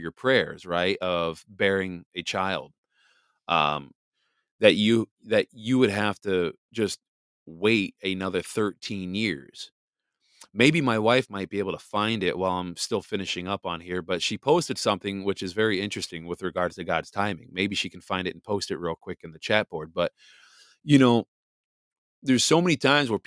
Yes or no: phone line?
no